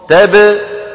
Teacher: تب الباء شو؟ تب قصيرة لأنها شديدة